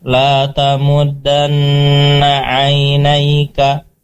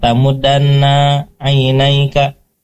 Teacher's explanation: Di antaranya adalah ketika membaca huruf na dan kaf seperti tadi, la tamud dan na, di sana nun ataupun kafnya seharusnya dibaca pendek saja · Shown in: first take